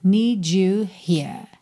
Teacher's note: palavra que termina em D, ligando em U, fica esse som ju, ju, need you here.